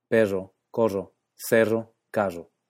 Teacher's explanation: pierde la vibración típica y se pronuncia con cierta fricción